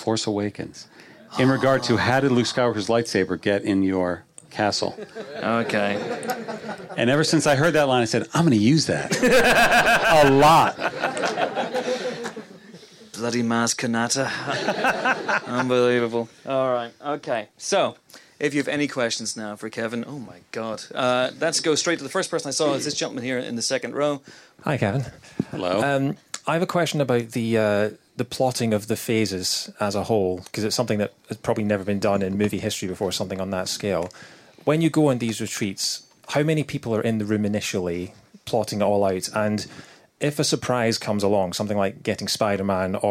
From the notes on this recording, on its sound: a 100-strong audience, composed of Marvel fans and Empire subscribers